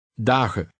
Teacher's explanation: The EN ending, which occurs frequently in Dutch, is always unstressed.